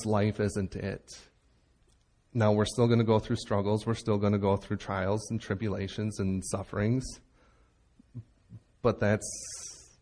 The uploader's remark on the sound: Recorded Live at Bethany Bible Church in Leroy, MN on 9/24/17